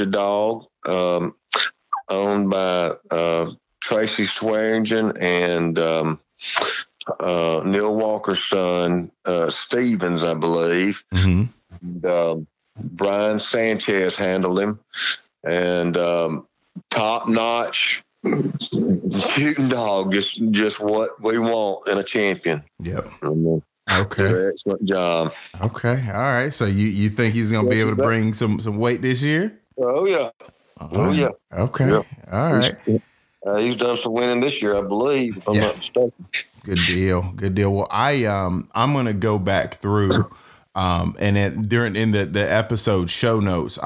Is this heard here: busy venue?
no